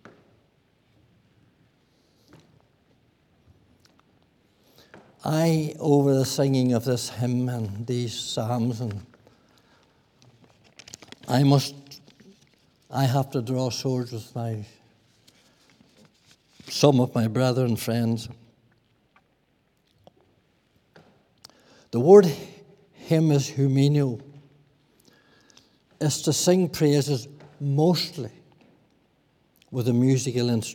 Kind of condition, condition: setting, large echoing room